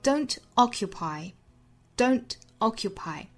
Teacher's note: don't 和 occupy 其实并没有做连读啊，虽然符合辅元连读条件，但是并没有连读，就是因为把 occupy 这个词做了格外的重读强调。 Don't occupy, don'toccupy，强调某一个词的时候就有可能带来它之前或之后的短暂停顿。